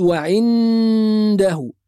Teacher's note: الإخفاء نفسه كحكم من أحكام التلاوة بيكون فيه أخطاء، أبرز هذه الأخطاء القارئ اللي يقرأ ويجعل لسانه ملتصق بالحنك الأعلى فيقول وعنده، هو كده ما عملش حاجة، ما عملش إخفاء، كل اللي عمله أنه عمل إظهار بغنة، زود غنة وهذا خطأ.